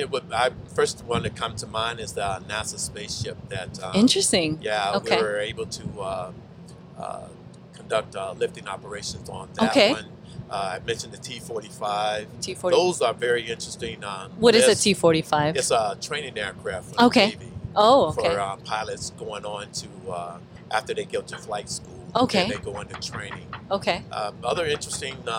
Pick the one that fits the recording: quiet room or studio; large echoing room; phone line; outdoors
outdoors